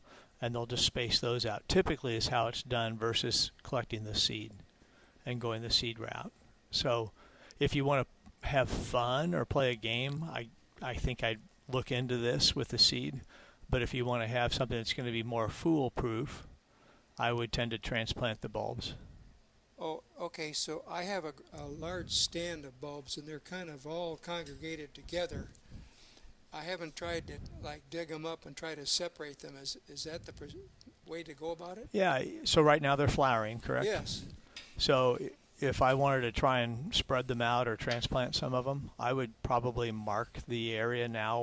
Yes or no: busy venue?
yes